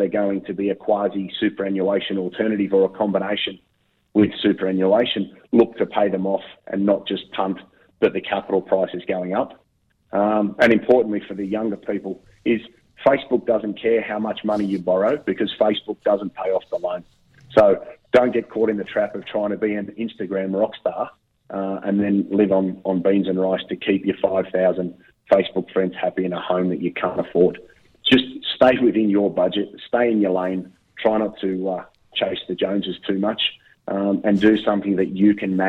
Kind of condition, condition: link, phone line